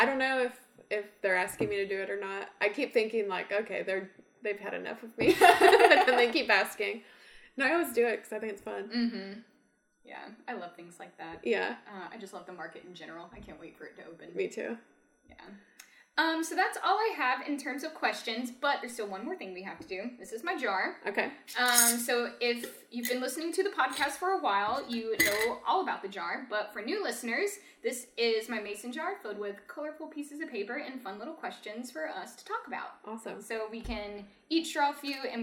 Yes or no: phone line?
no